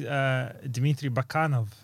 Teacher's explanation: it's a second syllable that you have to hit